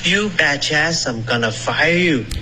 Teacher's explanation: 这个儿化音丢了，然后连读也没有了，所以就变成 betcha